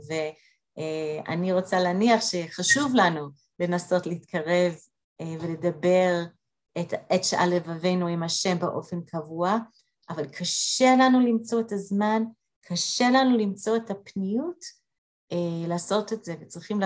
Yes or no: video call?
yes